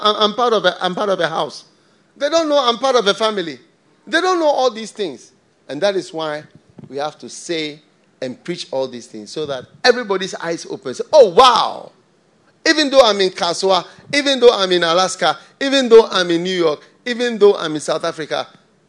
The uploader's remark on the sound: Preached at the FLOW Church, Accra.